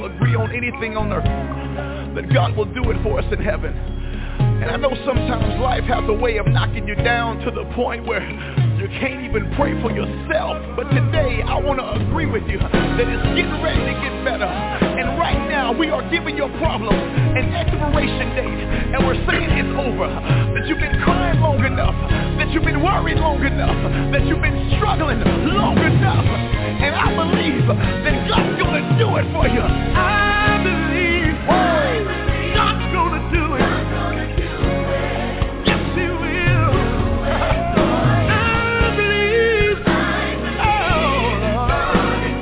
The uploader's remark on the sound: TNTSuperfantastic Conference Call